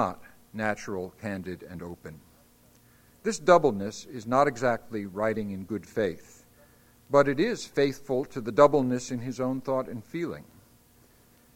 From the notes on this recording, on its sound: Recording of a lecture delivered on April 13, 2001. As part of the Formal Lecture Series.